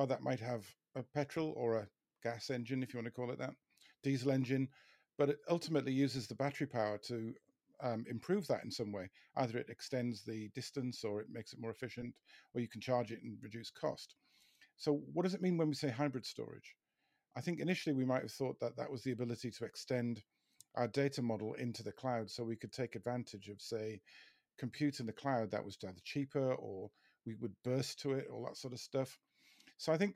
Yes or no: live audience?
no